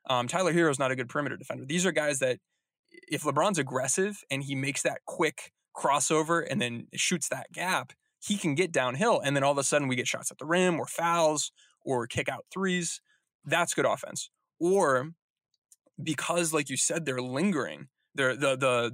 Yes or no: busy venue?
no